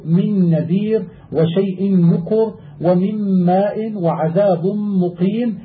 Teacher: أنهما أي النون الساكنة والتنوين يدغمان بغنة في النون والميم بإجماع القراء